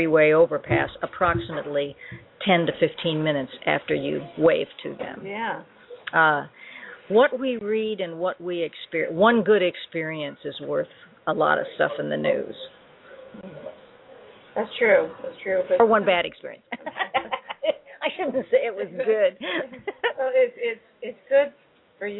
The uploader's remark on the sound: LepreCon 39, the signature Sci-fi/Fantasy Art and Literature Convention. We will be LIVE from LepreCon.